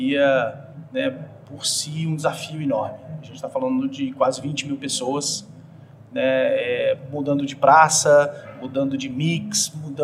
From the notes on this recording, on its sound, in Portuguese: Este episódio foi gravado no RD Summit 2023, evento organizado pela RD Station.